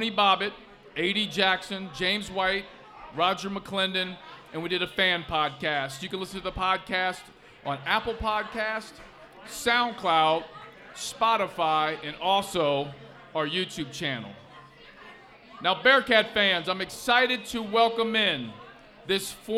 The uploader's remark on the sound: live at Mio's